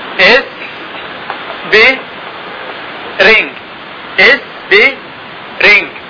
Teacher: لأن في اللهجة المصرية اللي هي لغة عربية لا يوجد في مقاطع شيء مثل المقطع هذا، فيحول الكلمة هذه إلى مقاطع الموجودة عنده، فحولها إلى إسبرينج